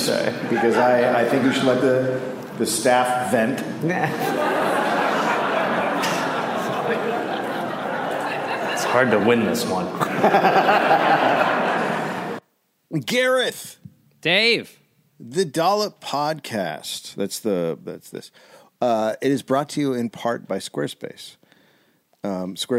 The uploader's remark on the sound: Recorded live in Chicago.